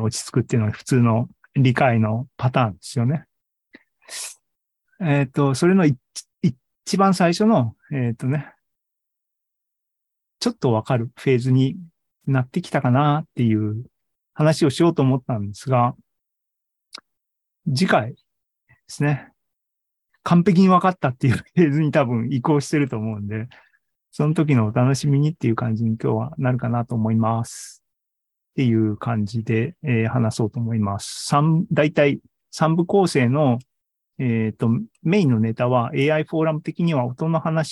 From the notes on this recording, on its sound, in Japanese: ２０２２年１１月３０日に開催した ZOOMライブの模様です。